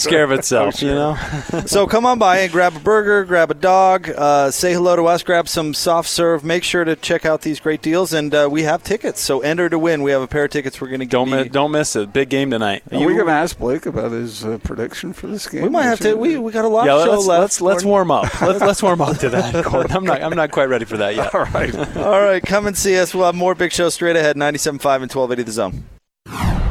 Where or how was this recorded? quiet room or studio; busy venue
busy venue